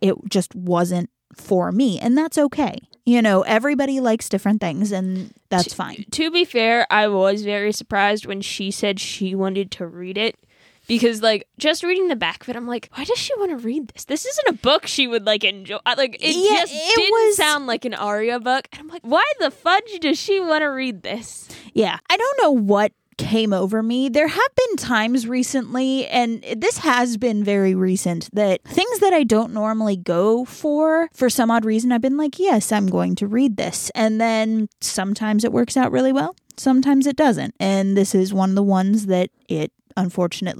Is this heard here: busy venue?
no